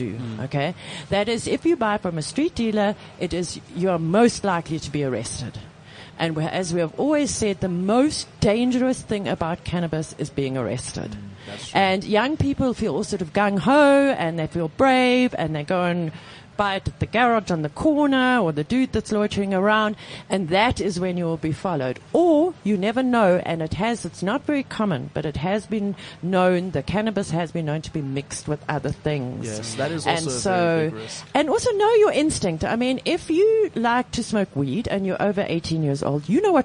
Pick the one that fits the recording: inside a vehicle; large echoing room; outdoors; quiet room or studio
outdoors